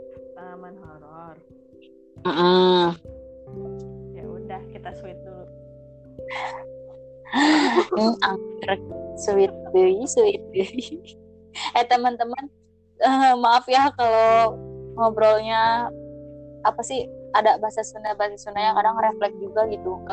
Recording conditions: poor sound quality